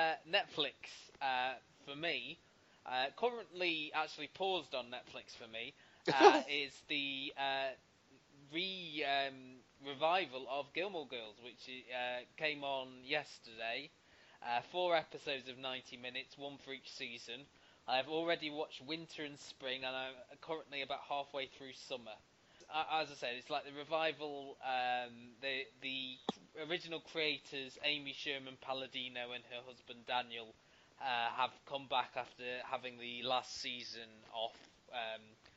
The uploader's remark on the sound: Pub Podcast. Due to the recording software used the bulk of the podcast is very quiet.